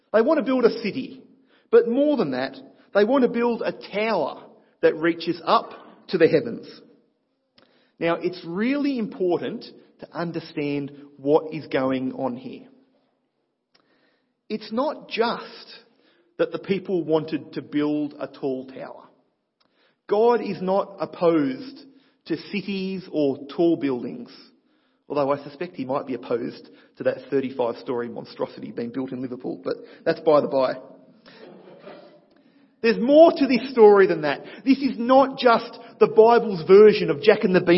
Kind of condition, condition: setting, large echoing room